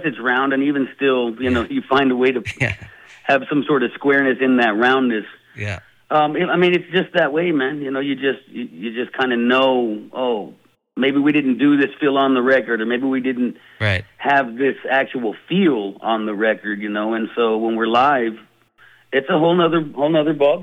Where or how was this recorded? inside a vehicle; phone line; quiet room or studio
phone line